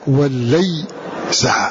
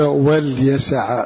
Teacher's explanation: بتحريك اللام أي فتحها وتثقيلها وتسكين الياء · Shown in: first take